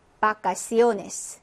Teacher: 영어는 V 발음이 나지만 스페인어의 우베는 네, 배와 발음이 같습니다. 비읍 발음이라고 생각하시면 돼요.